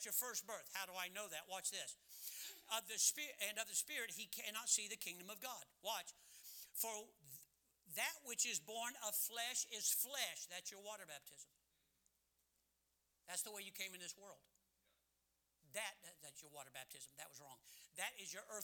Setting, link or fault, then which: setting, large echoing room